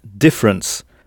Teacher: on insiste à l'oral sur la première syllabe